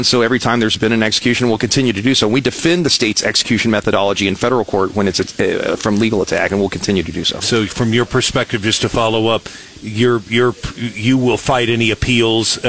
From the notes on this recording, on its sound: joined us live on 939 the Eagle's "Wake Up Mid-Missouri" from the Governor's prayer breakfast in Jefferson City